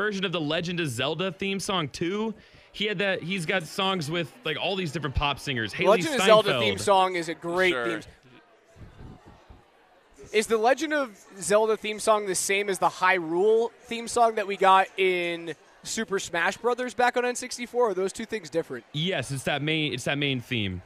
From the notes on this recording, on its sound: Live from Blake Street Tavern leading up to kickoff of the Big Game.